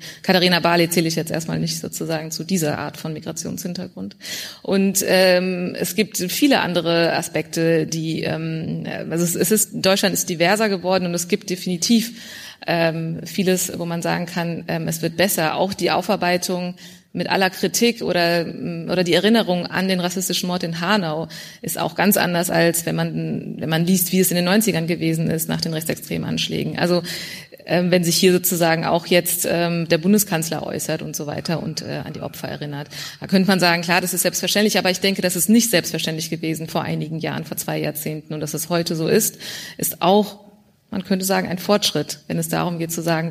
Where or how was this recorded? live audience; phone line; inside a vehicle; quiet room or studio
live audience